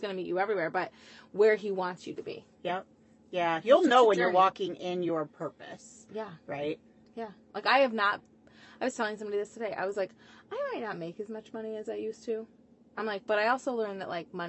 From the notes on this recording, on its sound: We may or may not have recorded this in my Truck, In her drive way, drinking a glass of red.